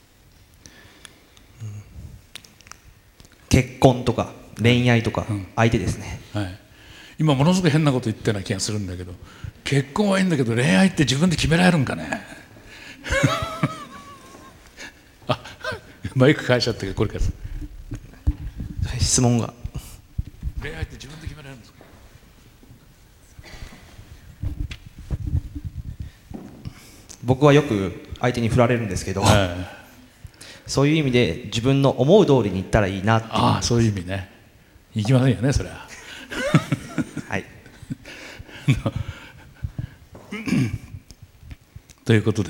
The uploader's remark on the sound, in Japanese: FM FESTIVAL 2012 未来授業。大学生と真剣に向き合い、直接議論を交わしながら行う１回限りの公開授業。TOKYO FM ホールで行なわれた。